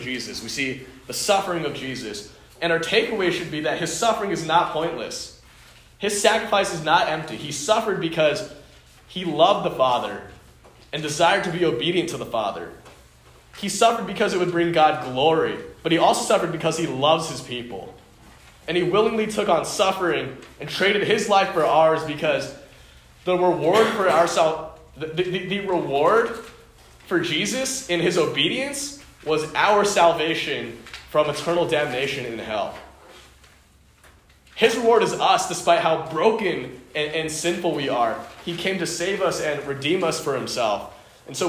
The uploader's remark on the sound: Delivered to the Unison Youth Fellowship at the Home of Christ in Menlo Park.